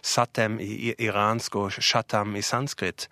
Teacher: de andre har utviklet frikativ sj